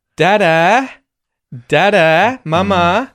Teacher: With the rising intonation at the end. The whiny voice.